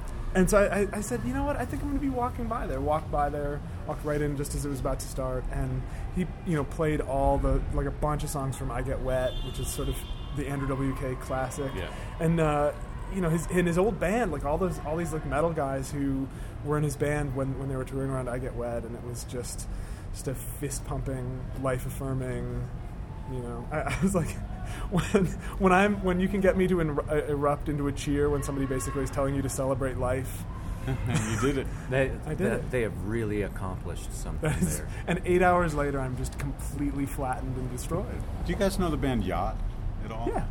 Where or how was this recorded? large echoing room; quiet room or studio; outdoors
outdoors